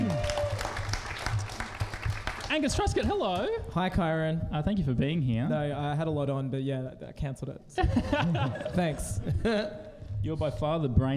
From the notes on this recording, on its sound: LIVE at Giant Dwarf. All recorded live in front a live audience live.